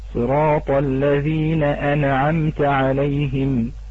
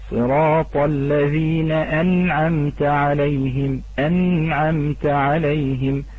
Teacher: إخراج النون الساكنة عند حروف الحلق كما ينبغي من غير إخفاء أو تحريك · Shown in: second take · وأحيانا يصل هذا إلى درجة القلقلة، كما أنعمت، ونسمع هذا كثير في سورة الفاتحة: صراط الذين أنعمت عليهم، وهذا خطأ، صراط الذين أنعمت عليهم، أنعمت عليهم، لابد وجود الزمن الذي يؤدي إلى إسكان هذا الحرف.